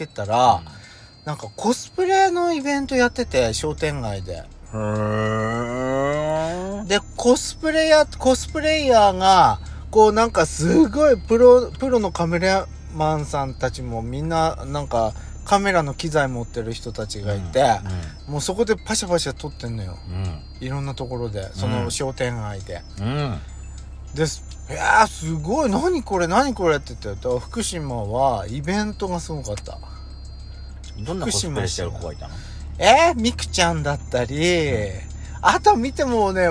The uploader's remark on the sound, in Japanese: パーキング収録